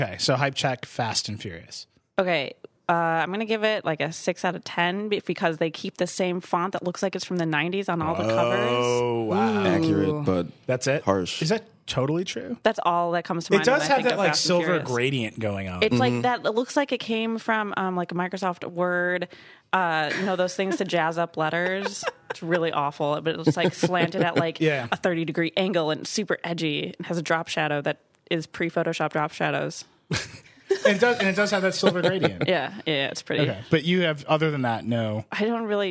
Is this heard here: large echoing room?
no